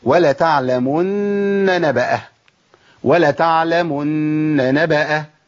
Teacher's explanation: لازم ابين ثلاث نونات، نون مشدده بقف عليها بحركتين وبعد كده نون متحركه